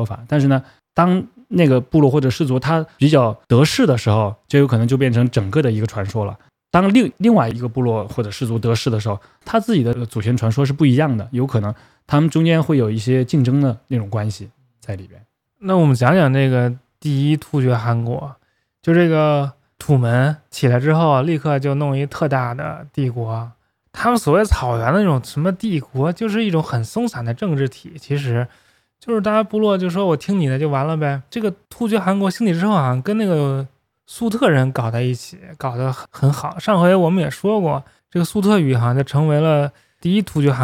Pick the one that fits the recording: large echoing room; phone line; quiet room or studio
quiet room or studio